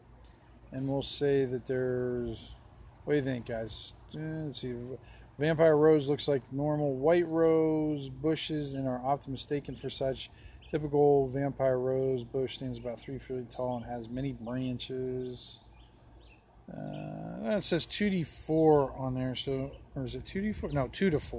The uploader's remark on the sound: on the Back Deck